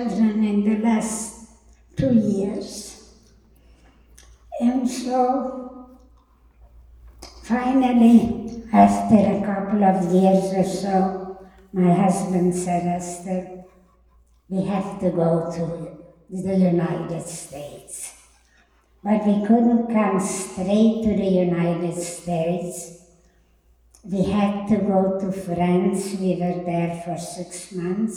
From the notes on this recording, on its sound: Recorded Live at The Torah Center ATL